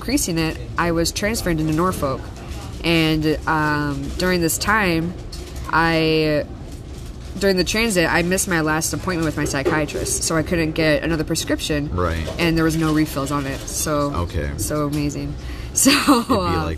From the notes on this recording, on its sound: it's the first episode done in a public setting, and it doesn't sound that bad!